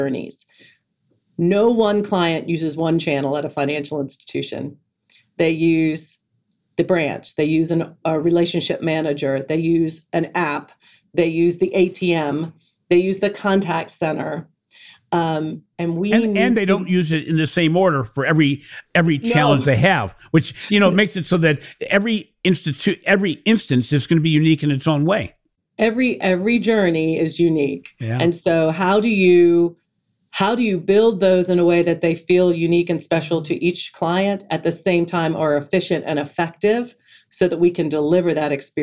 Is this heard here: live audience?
no